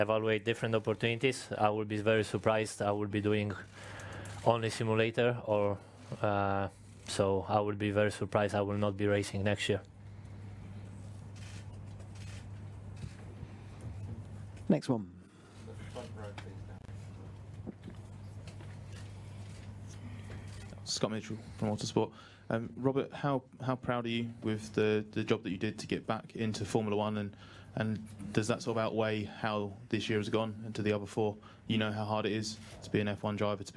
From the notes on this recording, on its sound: Singapore Thursday Driver's Press Conference